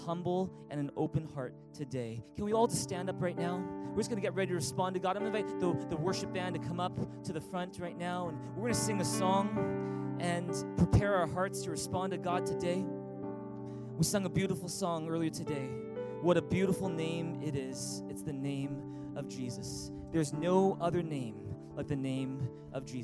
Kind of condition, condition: setting, large echoing room